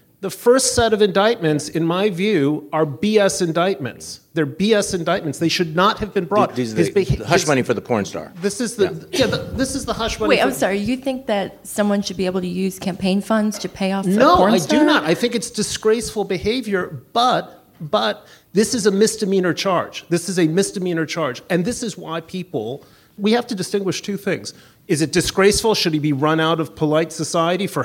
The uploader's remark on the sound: Live from TribFest.